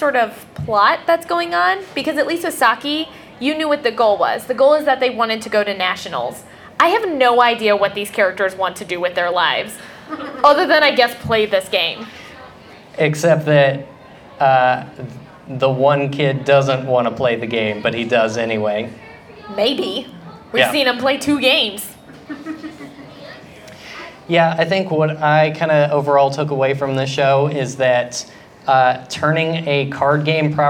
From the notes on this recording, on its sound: Live at AnimeCTX in Austin, TX.